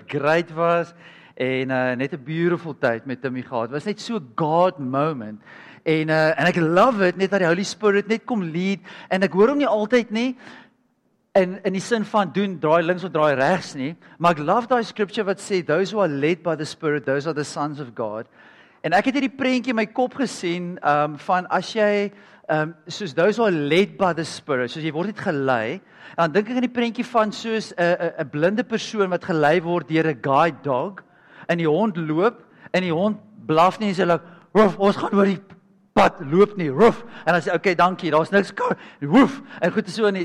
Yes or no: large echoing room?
yes